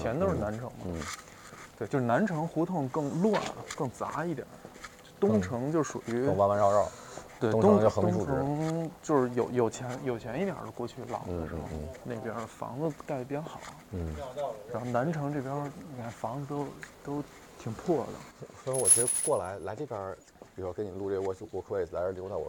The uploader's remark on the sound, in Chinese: 因为这个系列都是在街头录制，所以全程伴随着街头环境音；音量大小有所起伏， 请注意调节收听音量。本次walk with 路线：小安澜营三条-杨梅竹斜街-大栅栏步行街-鲜鱼口大街-西兴隆街。